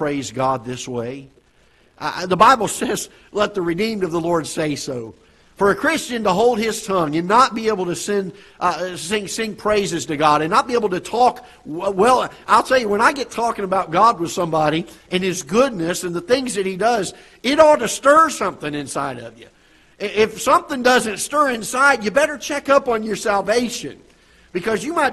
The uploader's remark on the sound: Ketha Heights Baptist Church ~ Live Broadcast